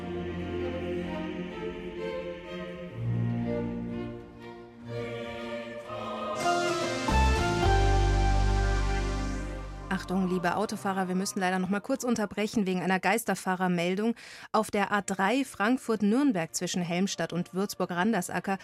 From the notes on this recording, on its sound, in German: Live-Gottesdienstübertragung aus der St. Johannes Kirche in Erding.